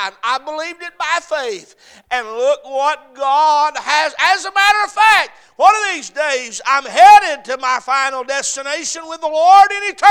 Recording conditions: large echoing room